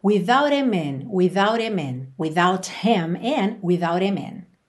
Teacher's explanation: esses him, her, esses pronomes aí começados em H, a gente acaba omitindo o H